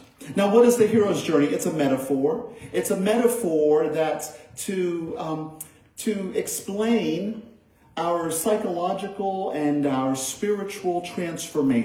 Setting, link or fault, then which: setting, large echoing room